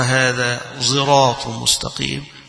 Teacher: ويقرأها خلف عن حمزة بإشمام الصاد زايا